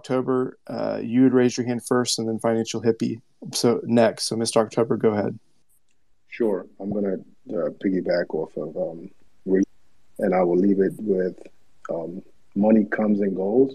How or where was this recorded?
video call